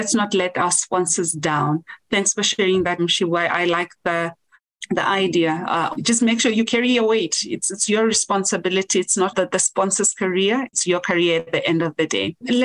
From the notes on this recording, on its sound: Woman in Mining Webinar Series 1.